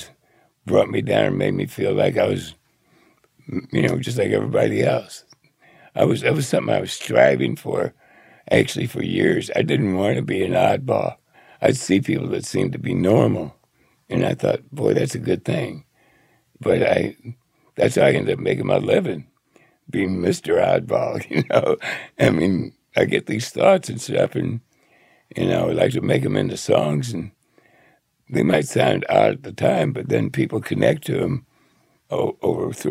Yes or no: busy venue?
no